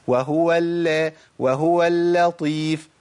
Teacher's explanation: هي لطيف، يعني حتى الكلام كده كلمة لطيف تتقال بلطف، ما تقالش لطيف، ما تقالش بغلظة. اللام عندي مرققة، جيب بعديها طاء مفخمة